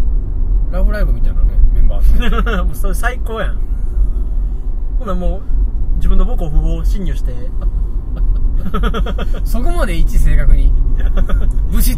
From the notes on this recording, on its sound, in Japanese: ラーメン食べた帰り道に収録しました。